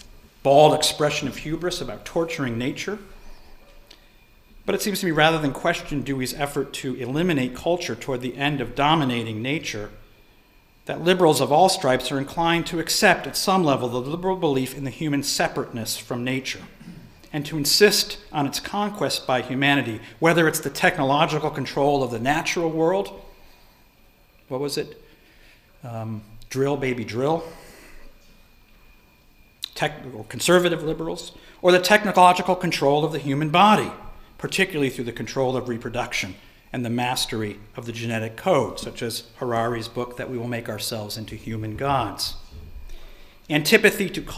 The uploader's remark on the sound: delivered this lecture on February 1, 2018 at the University of Chicago